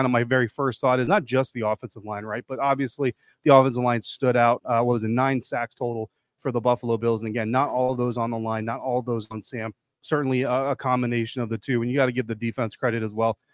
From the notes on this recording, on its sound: On this postgame episode live from FedEx Field.